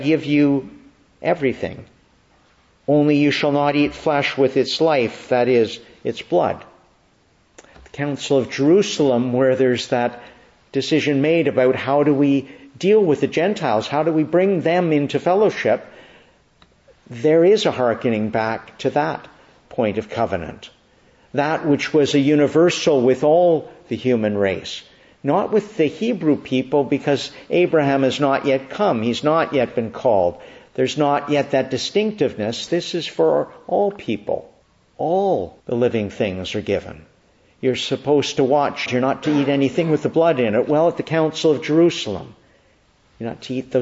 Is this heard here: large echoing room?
yes